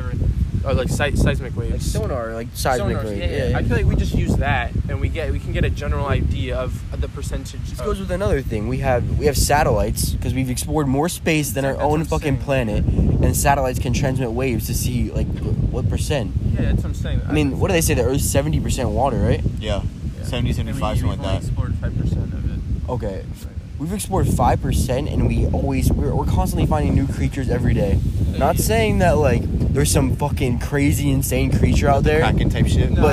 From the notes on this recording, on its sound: Late night beach talk. Take my phone out and record our conversation that we were having on the beach late at night.